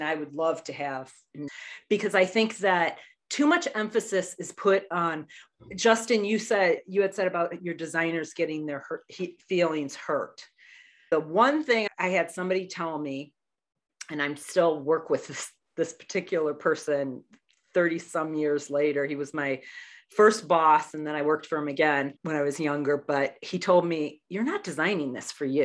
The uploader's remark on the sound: We're all different parts of the country. Through the magic of zoom we're here together.